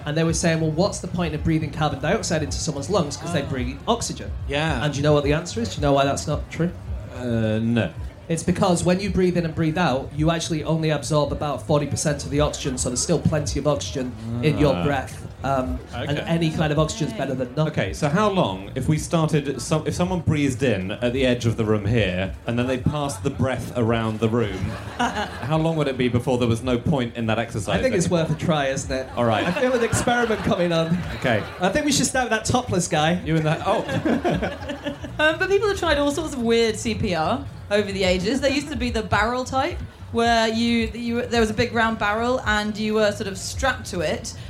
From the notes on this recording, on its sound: Live from the Wilderness Festival.